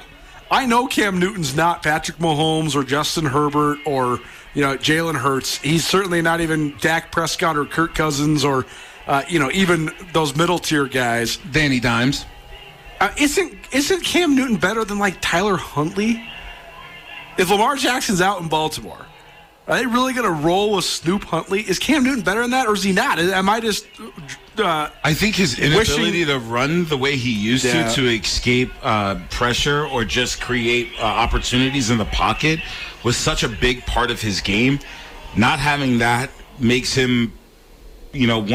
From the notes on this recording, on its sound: from the press box at Washington-Grizzly Stadium